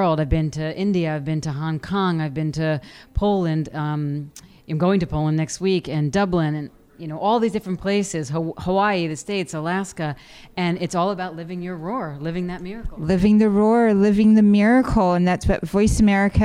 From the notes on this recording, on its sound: Live at #CWC2017. Broadcast day 2 Live form the Largest Women's conference in the USA! We will be live for 2 days bringing you all the event action, keynote speakers and VoiceAmerica hosts.